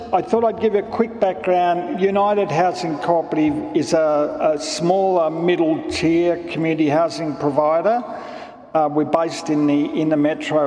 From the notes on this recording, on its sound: Older People's Housing at the Victorian Homelessness Conference. Speakers at the Victorian Homelessness Conference, held at Melbourne Town Hall late last year.